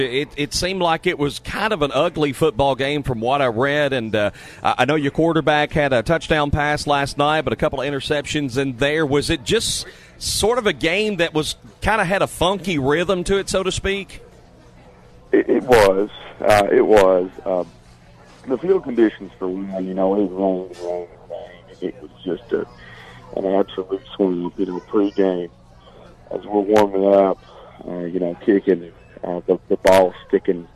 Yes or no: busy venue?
yes